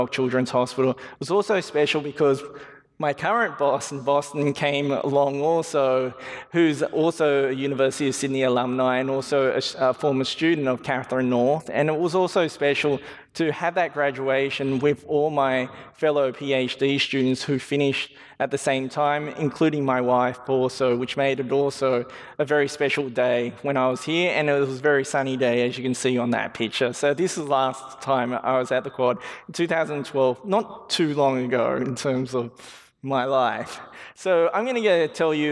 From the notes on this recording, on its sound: This was recorded at a Sydney Ideas event held on Monday 20 May at the University of Sydney.